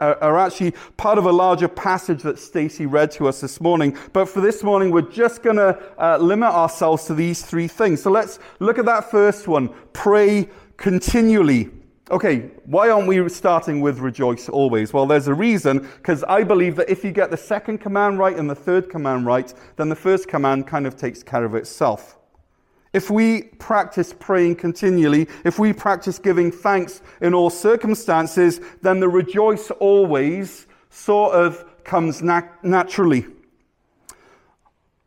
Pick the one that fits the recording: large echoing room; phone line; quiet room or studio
large echoing room